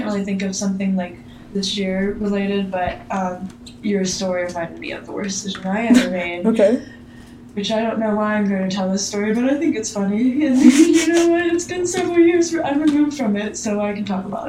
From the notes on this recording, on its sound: apologies for the lack of audio quality for this episode